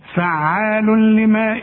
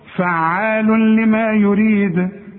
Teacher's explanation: يحصل ادغام، ادغام كامل بدون غنة، وننطق مع بعض الكلمة دي